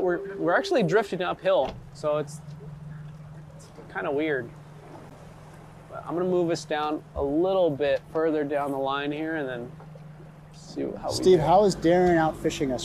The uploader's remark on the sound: Recorded while fishing the LB Wall!